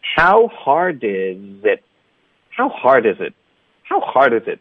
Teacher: it 的特呢要省略，导致一个停顿